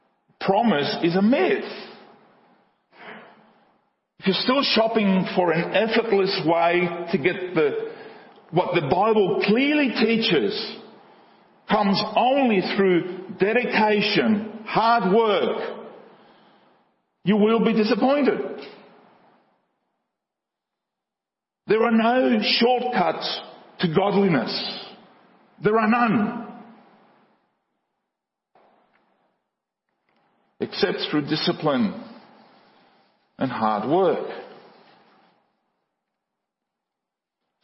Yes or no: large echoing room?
yes